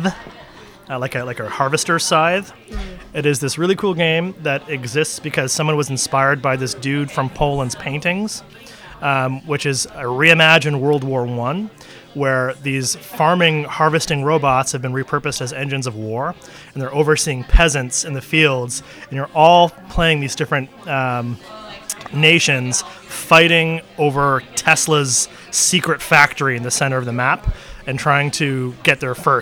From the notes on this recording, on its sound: Broadcast live from The Adventurer's Guild Cafe in Downtown Kitchener